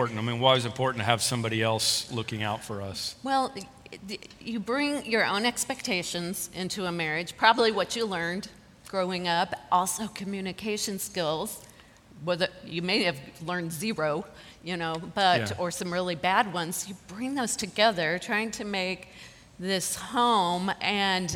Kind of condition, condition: setting, large echoing room